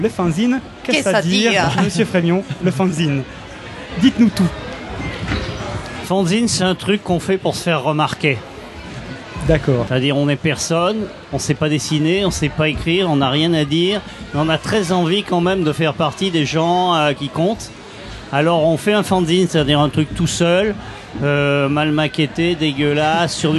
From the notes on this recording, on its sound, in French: Dans cet épisode entièrement enregistré au festival de la BD NormandieBulle